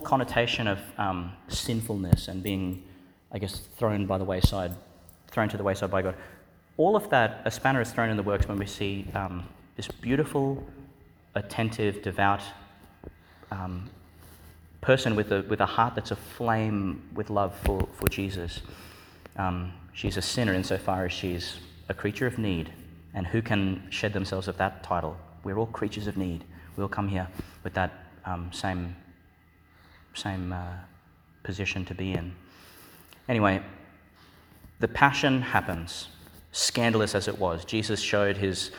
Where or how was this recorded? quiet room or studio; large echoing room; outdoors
large echoing room